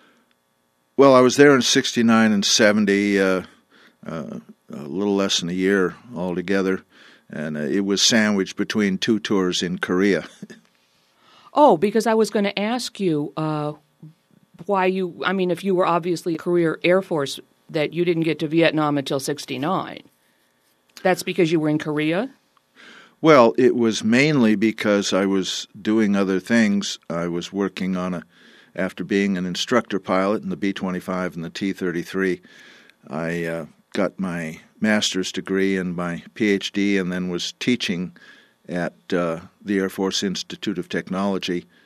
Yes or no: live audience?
no